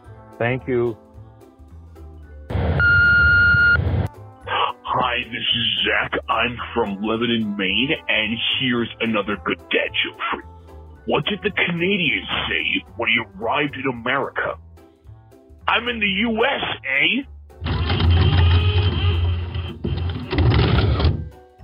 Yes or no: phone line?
yes